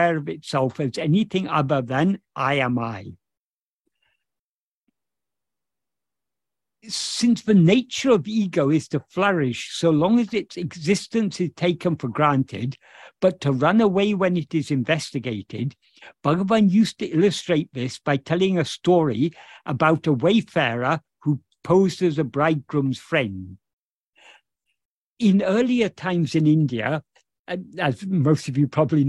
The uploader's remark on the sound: In a Zoom meeting with Ramana Kendra, Delhi, on 14th May 2023